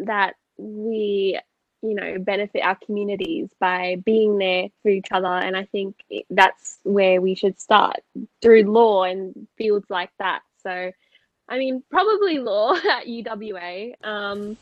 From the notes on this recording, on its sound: Sorry for the constant sound issue